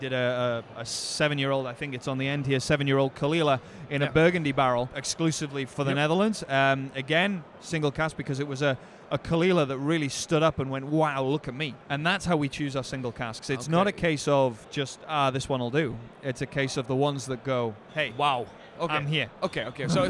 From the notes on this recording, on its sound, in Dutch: Opgenomen op WFNN 2022. Zitten we gezellig aan tafel.